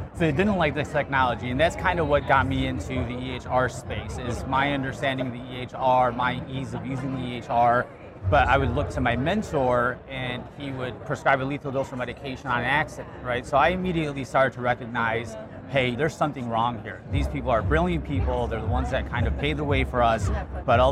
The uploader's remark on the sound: It’s an Interview in Action live from HLTH.